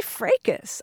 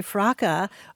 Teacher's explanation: they don't give the British pronunciation where the S is silent · Shown in: second take